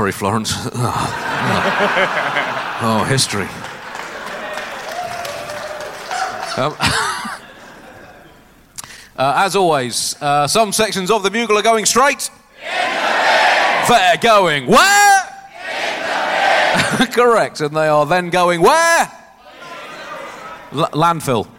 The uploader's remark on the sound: Recorded 'live' in Edinburgh.